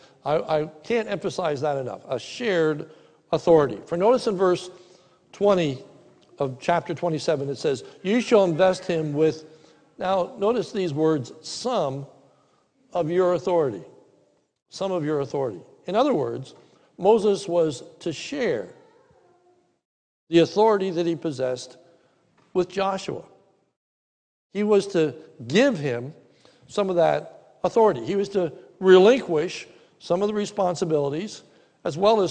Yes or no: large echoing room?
yes